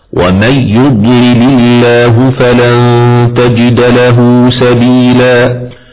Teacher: قرأ خلف عن حمزة بإدغام النون الساكنة في الياء من غير غنة · Term: الإدغام التام